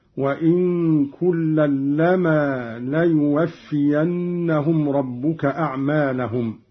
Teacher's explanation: قرأ قالون بإسكان النون مخففة ويصير عنده إخفاء حقيقيا